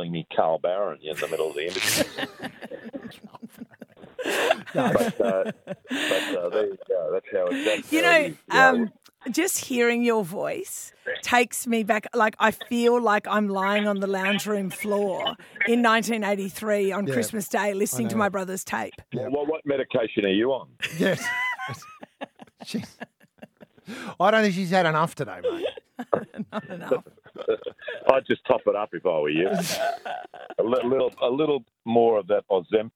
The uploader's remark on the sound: live from the back of a limo!